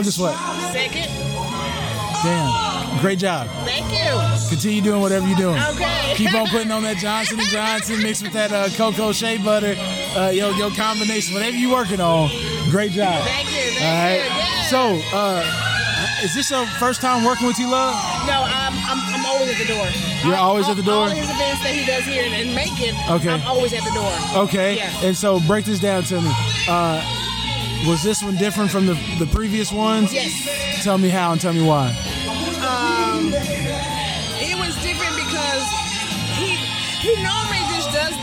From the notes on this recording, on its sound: LIVE FROM THE M.A.C. Comedy Show, Sounds and interview with a old childhood neighborhood friend.